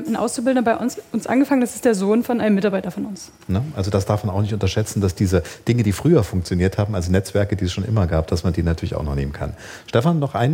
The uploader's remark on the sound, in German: Darüber haben wir bei Dienstags direkt gesprochen - live in einem Handwerksbetrieb.